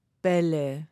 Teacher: wenn wir ein Wort nehmen, wie zum Beispiel Bälle, dann vibrieren die Stimmlippen in meinem Kehlkopf. Das kann man jetzt einfach ausprobieren, indem man sich mal vorsichtig die Hand auf den Hals legt und dann Bälle sagt.